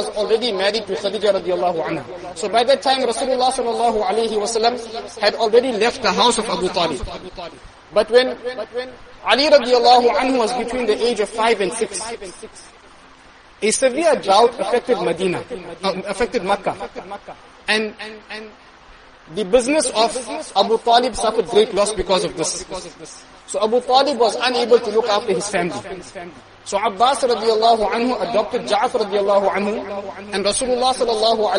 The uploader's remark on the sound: Jumuah lecture